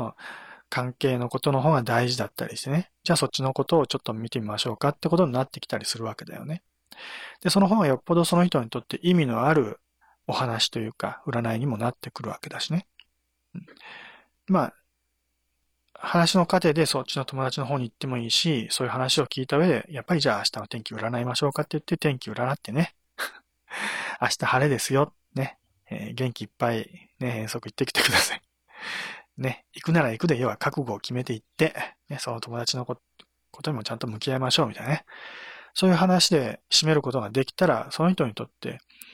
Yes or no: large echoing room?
no